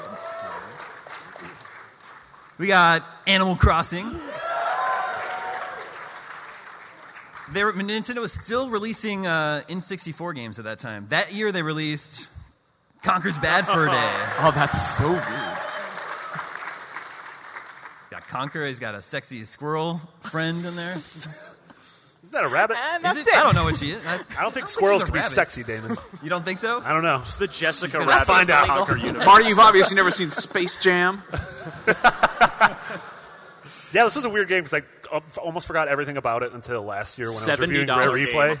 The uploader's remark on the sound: IGN's PAX East 2016 Panel